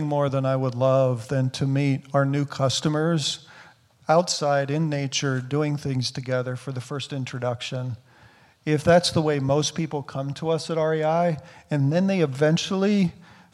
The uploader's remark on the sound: recording of the first live Albers Executive Speaker Series panel in 18 months